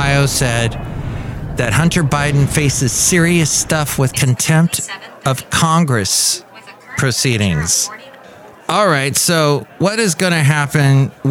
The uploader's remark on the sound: podcasts live from Café Anyway